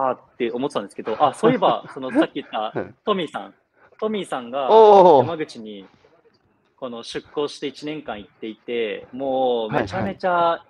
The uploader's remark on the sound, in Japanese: 歩くラジオ。歩きながら1時間、対談する。